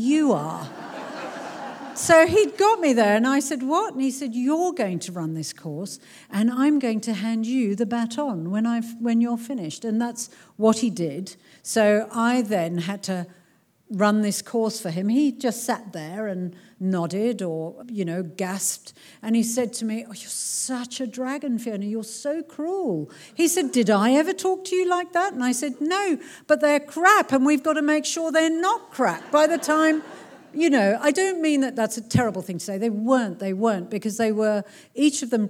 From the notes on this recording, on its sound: This talk was recorded at the Marion Cultural Centre in front of a packed out crowd of people.